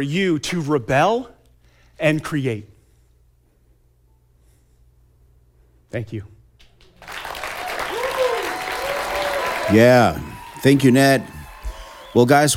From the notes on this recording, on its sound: Conference excerpt taken from Ted talk "Fatherhood can change the world".